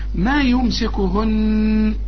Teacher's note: اذا وقفت شوف النون لازم تغن